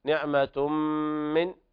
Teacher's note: إدغام بغنة كامل لوقوع الميم بعد النون بعد التنوين